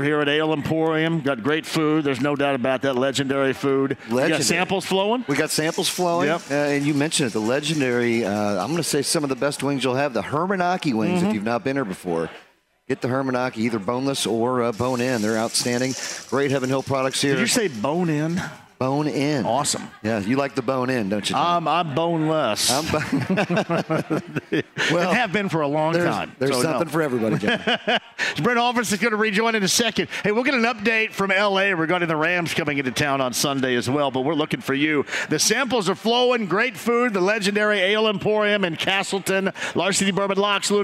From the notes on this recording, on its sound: Live From Ale Emporium! Kicks off the show from Ale Emporium in Castelton.